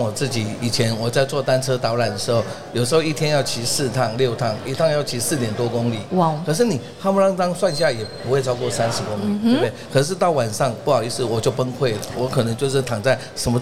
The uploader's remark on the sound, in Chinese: 2022 Taipei Cycle台北國際自行車展-Live Podcast。